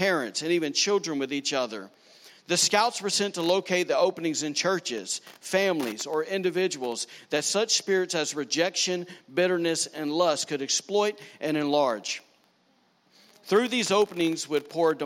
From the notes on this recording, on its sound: was recorded on Sunday, September 1, 2019, during service at The Anchor Church in Rockport, Maine.